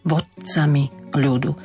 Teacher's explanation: To slovo vodcami som sa snažila trošku zvýrazniť, aby sme si uvedomili, že to D sa mení na T a je to len zadržané vyslovenie